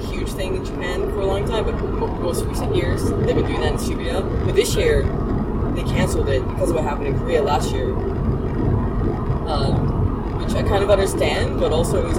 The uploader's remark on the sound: In the car